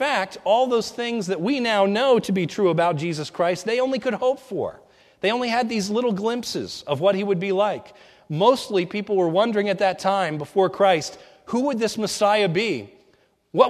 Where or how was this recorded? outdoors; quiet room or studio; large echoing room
large echoing room